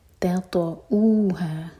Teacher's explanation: وَأَرْضَلَّمْ تَطَعُوهَا، پہلا لیٹر ہے تا اور سیکنڈ تو، تا تو، تو یہاں مکس اپ نہیں کرنا، تو کو ہیوی کرنا ہے، تا کو لائٹ